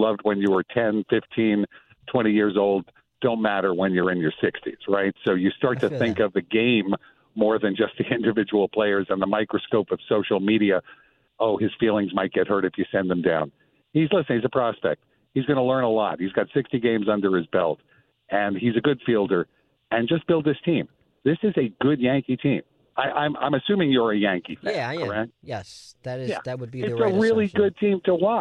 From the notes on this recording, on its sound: Met fans call in to give their thoughts.